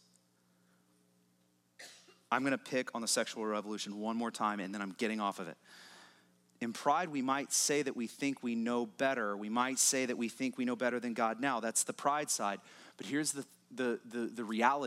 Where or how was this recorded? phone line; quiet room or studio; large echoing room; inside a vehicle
large echoing room